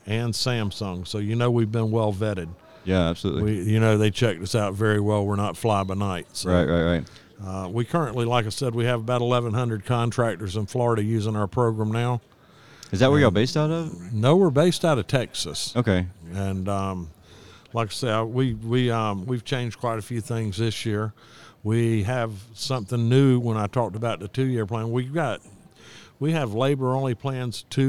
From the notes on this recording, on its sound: This episode is recorded live from the AHRexpo in Orlando FL 2020.